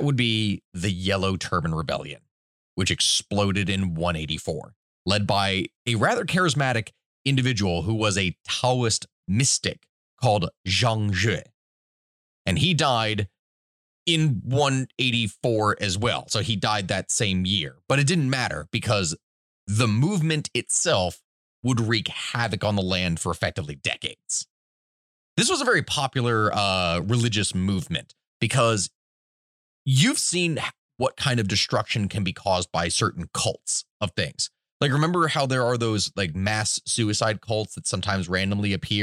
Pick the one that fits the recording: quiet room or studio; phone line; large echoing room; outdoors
quiet room or studio